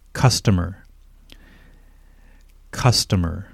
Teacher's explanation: where is the stress? It is on the first syllable, cus